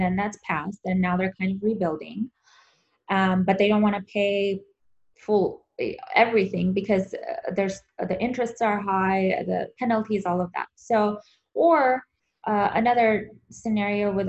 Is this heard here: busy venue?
no